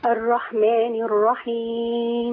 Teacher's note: انا ما عنديش بعد الراء الف، الرح على طول الرحمن